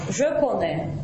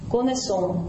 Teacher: Помните, как я знаю, je connais, а мы знаем, ну, connaissons. Во множественном числе s начинает произноситься. · Shown in: second take